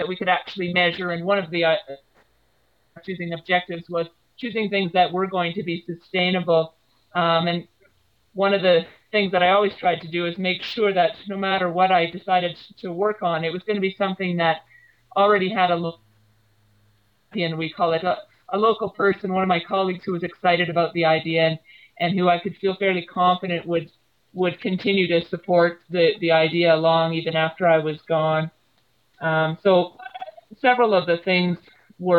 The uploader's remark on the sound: Using Skype in Kimberly during International Development week. Please excuse the sound- we tried recording on Skype for the first time.